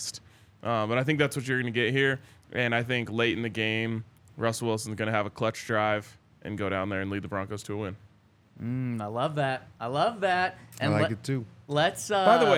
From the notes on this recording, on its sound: coming to you LIVE from the DNVR Bar